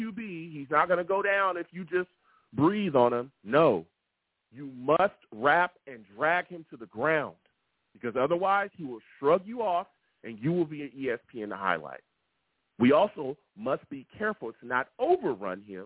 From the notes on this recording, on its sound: Tonight, live at 7pm eastern. I take live calls!